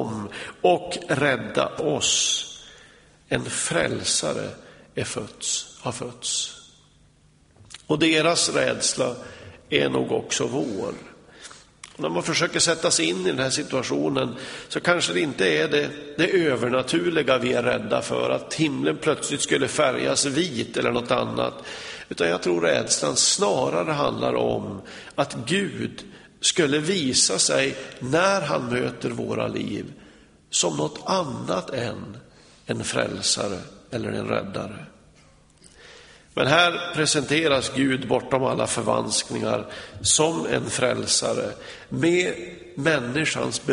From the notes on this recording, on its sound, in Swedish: Inspelad i Smyrnakyrkan, Göteborg.